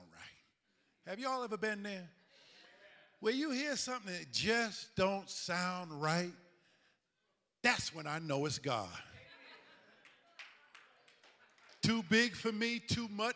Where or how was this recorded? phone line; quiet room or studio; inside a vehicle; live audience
live audience